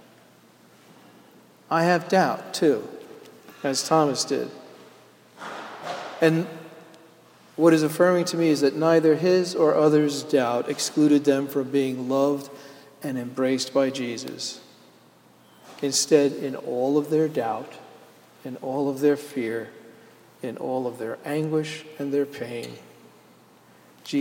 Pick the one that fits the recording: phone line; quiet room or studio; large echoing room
large echoing room